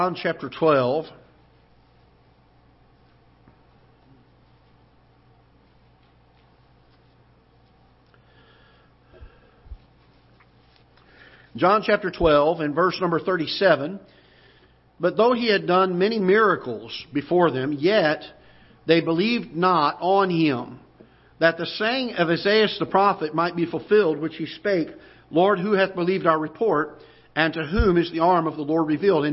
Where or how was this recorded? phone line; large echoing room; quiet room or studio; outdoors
large echoing room